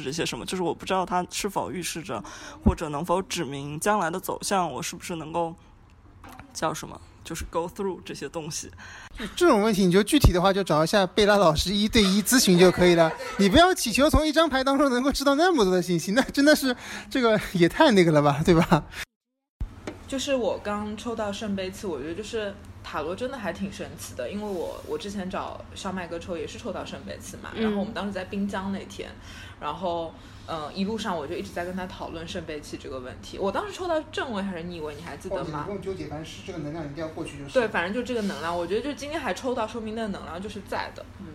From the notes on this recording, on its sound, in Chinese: 节目因多人录制，音质略微嘈杂，敬请谅解。我们也用录音的方式把整个过程记录了下来。